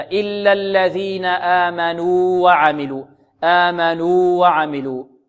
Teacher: حركتان، حركتان، نحافظ على حركتان في الواو الأولى الساكنة تظهر من الواو الثانية · Term: إظهار الواو